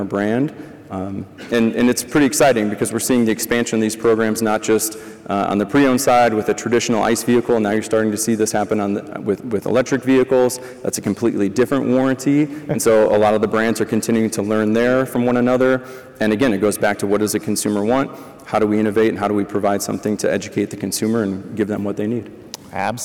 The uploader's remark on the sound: highlighting some of the panels and presentations from Used Car Week 2023